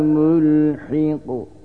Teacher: En son kelime olan mülhik üzerinde kalkale harflerinden kafta kalkale yapıldığını görüyorsunuz.